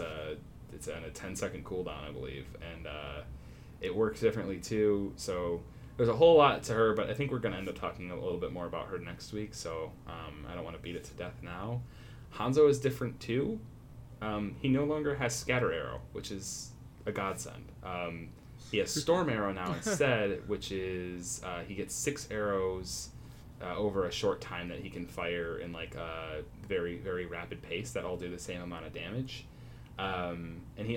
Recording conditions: background noise